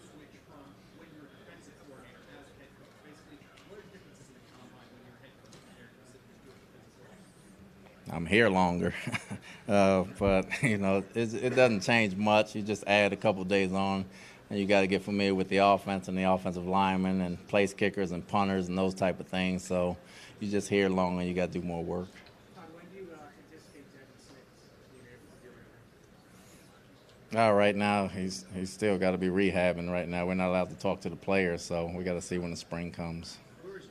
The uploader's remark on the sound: Combine Press Conference (02.24.2016). Addressed the Media at the 2016 NFL Scouting Combine.